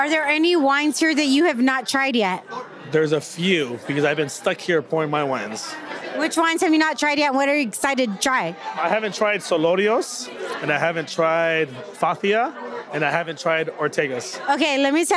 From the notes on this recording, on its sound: LIVE! From the Latinx Wine Summit in Napa. 2nd annual (but first in person) Latinx Wine Summit in Napa, CA hosted by Hispanics in Wine.